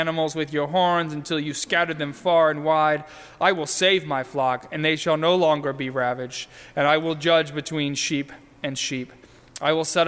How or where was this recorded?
large echoing room